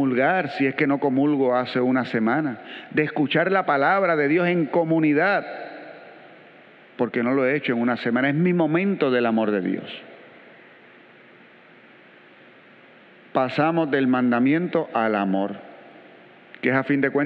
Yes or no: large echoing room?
yes